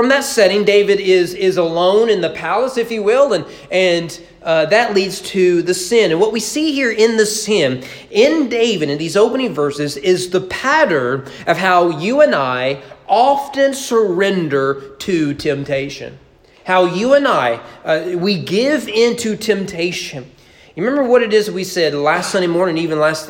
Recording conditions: large echoing room